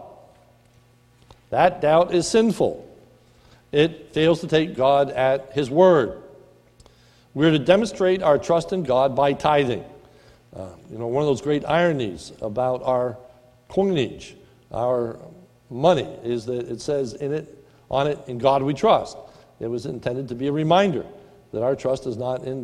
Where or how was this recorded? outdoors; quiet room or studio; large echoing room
large echoing room